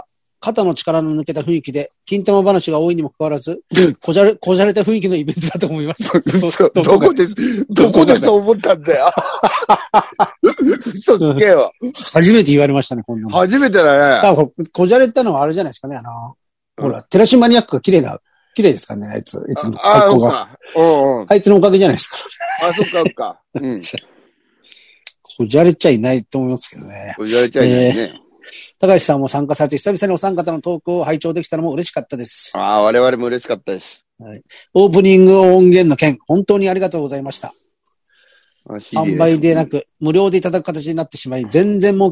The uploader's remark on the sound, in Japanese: ZOOMで収録